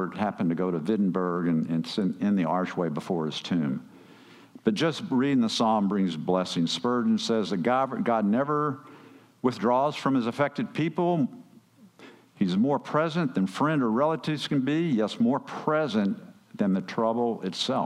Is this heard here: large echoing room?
yes